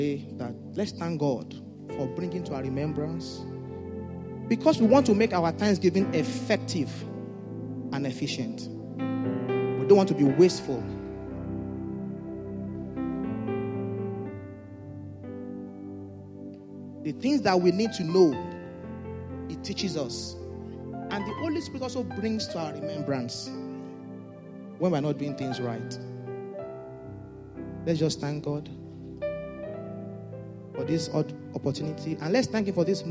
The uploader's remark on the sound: Sunday Service message. A deacon at Fountain of Love, RCCG Aberdeen, UK.